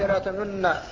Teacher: النون ساكنة، لا لكن أسكنت النون، فالنون ساكنة ولكن أشمت بشيء من صوت الضمة · Term: الإشمام